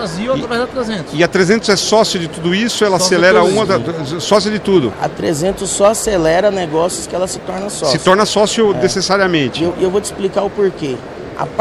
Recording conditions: busy venue